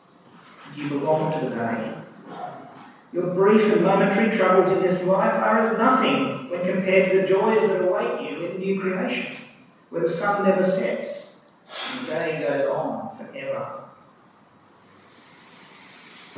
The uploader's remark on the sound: Due to technical reason, the sound quality is not ideal for this recording.